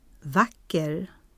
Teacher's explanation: Ett enkelt ord med accent 1 och kort vokal plus lång konsonant.